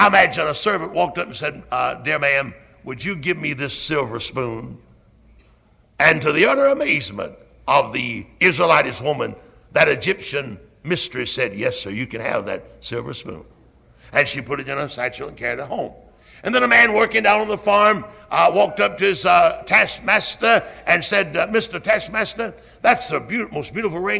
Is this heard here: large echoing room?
yes